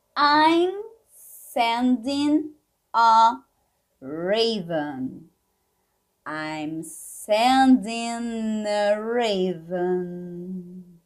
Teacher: A gente não fala esse G, tá bom?